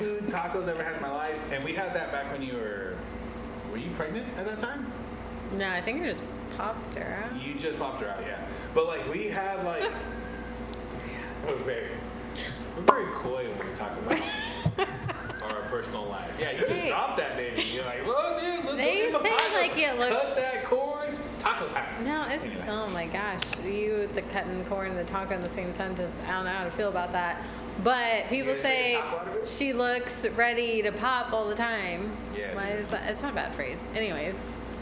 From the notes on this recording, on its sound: recorded in the one & only Spokeasy Public House